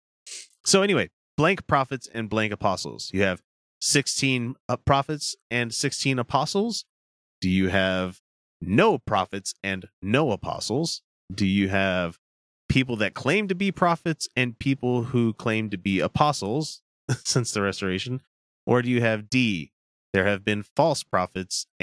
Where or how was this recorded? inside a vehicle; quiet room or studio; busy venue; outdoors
quiet room or studio